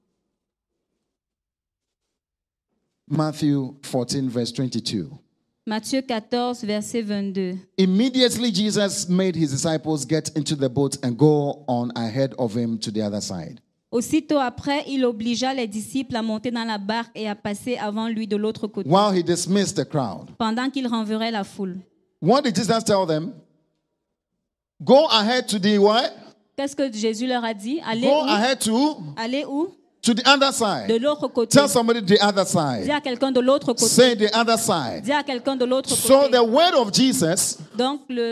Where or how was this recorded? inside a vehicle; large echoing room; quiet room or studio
large echoing room